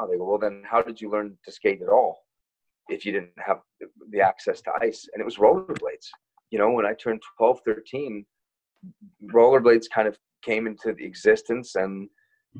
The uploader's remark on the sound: joins the Zoom version of the podcast